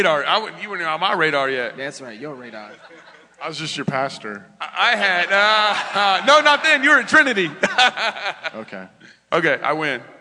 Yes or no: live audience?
yes